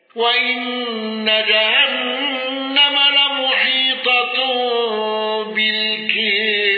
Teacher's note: الأصبهاني بقصر المنفصل والإبدال